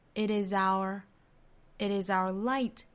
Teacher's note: 所以跟后面连读呢就应该能听出一个很清楚的 zour